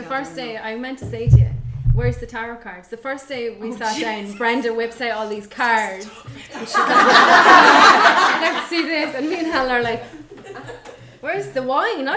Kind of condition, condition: setting, live audience